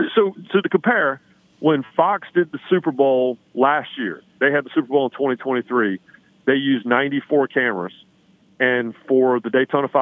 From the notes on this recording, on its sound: Calls in to talk about the Daytona 500 and NASCAR. Phones in from Spring Training.